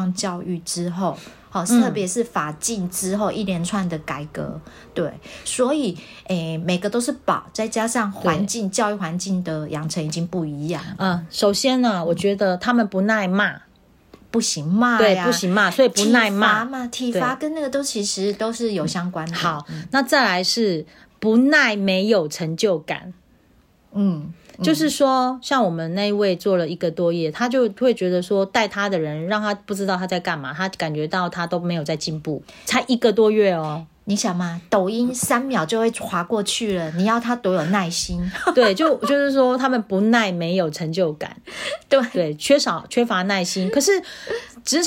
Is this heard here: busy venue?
no